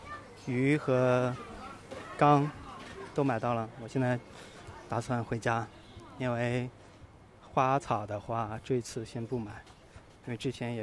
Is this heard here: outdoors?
yes